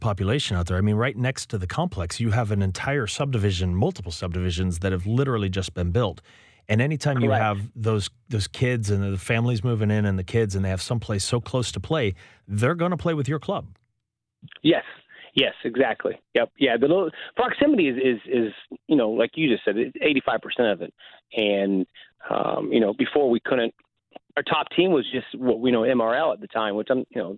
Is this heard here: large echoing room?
no